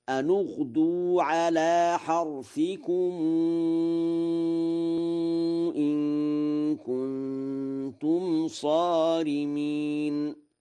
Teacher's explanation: قرأ ورش أن اغدوا بضم النون وصلا اتباعا لضم الحرف الثالث من الكلمة التي تلي هذا الساكن، ولم يعتد بالساكن الثاني لأنه حاجز غير حصين، فيقرأ هكذا: أن اغدوا على حرثكم إن كنتم صارمين.